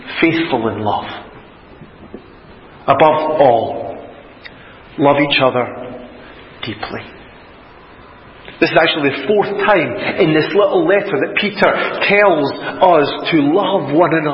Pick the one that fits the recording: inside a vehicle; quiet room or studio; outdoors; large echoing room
large echoing room